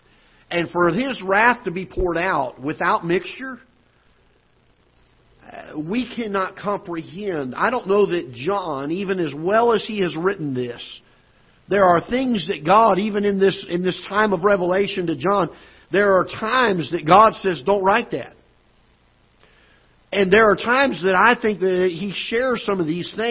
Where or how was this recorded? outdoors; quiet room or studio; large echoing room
large echoing room